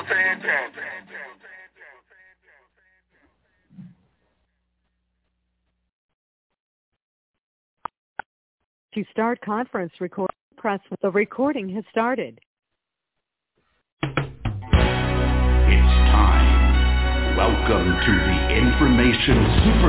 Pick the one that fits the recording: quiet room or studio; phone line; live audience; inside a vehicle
phone line